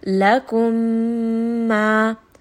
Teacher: So you can hear I am merging them together. I am not stopping. I am not pausing. I am not saying lakum ma. · Term: Mim Sakin Idgham